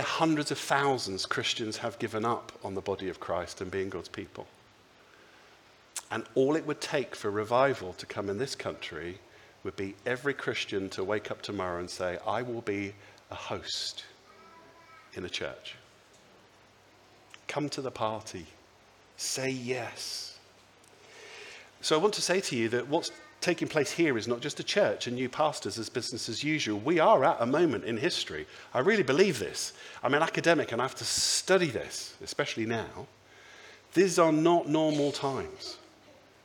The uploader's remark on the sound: speaks at the Sunday Service